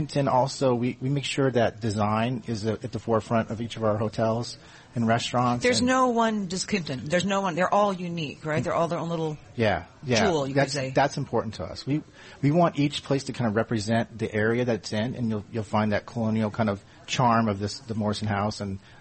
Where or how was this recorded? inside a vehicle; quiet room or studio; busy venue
busy venue